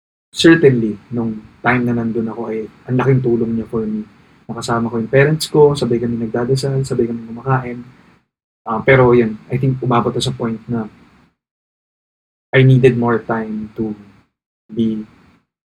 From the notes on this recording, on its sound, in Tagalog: Isang gabi, umupo lang ako at nagsimulang mag-record. Ni hindi ko nagamit ang malinaw kong mic.